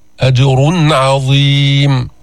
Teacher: والله عنده أجر عظيم، أجر، فخمنا الراء، جبنا الإظهار، أجر عظيم، أظهرنا النون الساكنة، أظهرنا التنوين عند العين